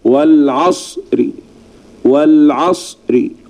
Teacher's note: جزء صغير من الكسرة، هذا يسمى الروم